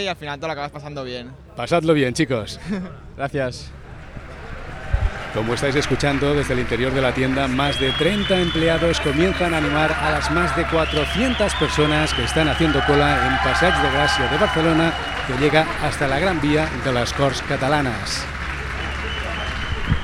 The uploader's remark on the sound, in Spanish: Revivimos el lanzamiento del nuevo iPhone X, desde la Apple Store de Passeig de Gr’e0cia de Barcelona.